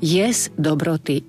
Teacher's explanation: Jesť dobroty je zase spojenie neznelej spoluhlásky so znelou.